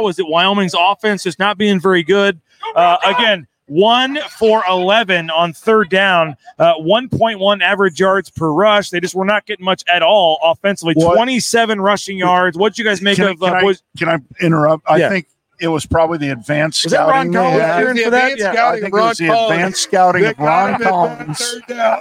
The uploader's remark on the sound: LIVE at The James Kitchen and Bar